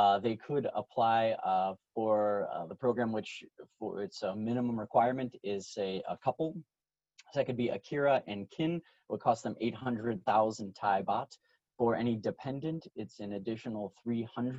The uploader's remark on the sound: Thailand Private Client Virtual Round Table. Webinar audio recording.